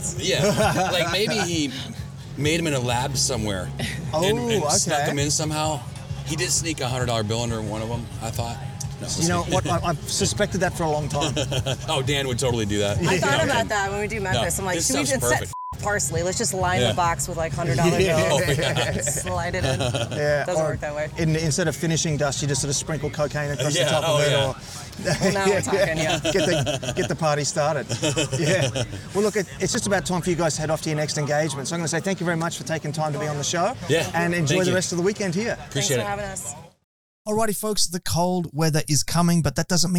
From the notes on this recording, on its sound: LIVE at Meatstock Toowoomba. Live country music on stage from 2pm til late every day. I grab my camera and mics.